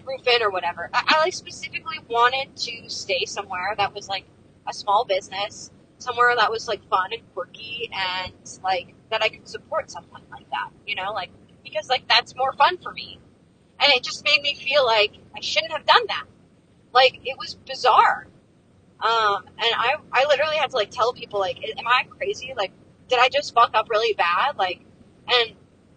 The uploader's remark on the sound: Updates on my cross country trip recorded while excitedly driving through texas and describing my surroundings.